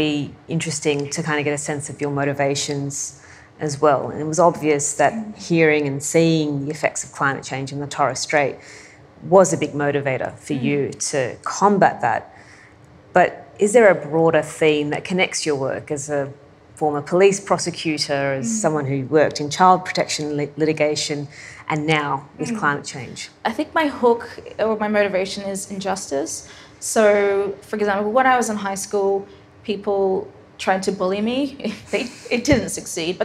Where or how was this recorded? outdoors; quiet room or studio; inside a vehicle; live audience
live audience